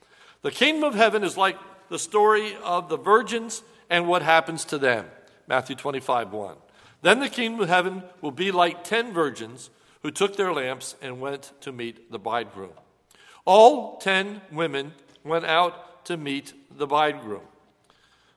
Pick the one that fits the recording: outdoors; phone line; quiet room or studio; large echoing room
large echoing room